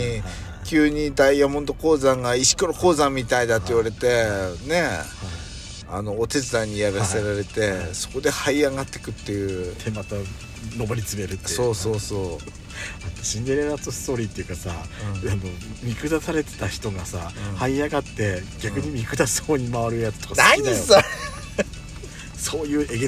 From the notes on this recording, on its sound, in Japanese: パーキング収録